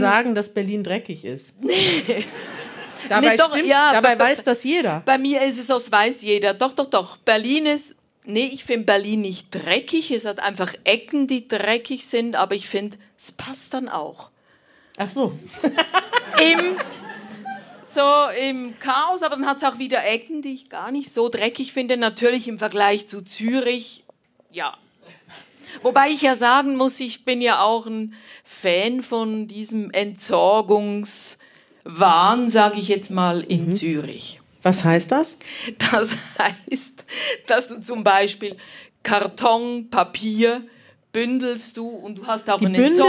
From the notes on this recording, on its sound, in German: Wir sind in Zürich und podcasten live vor Publikum.